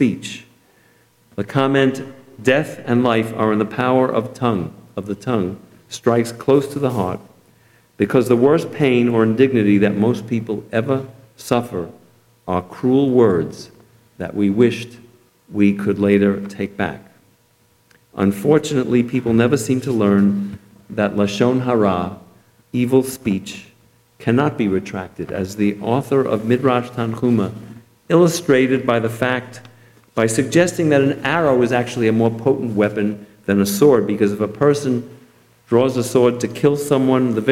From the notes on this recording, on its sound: Delivered at Temple Emanu-El.